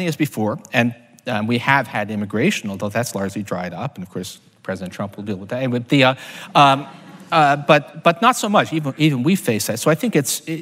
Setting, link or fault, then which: setting, live audience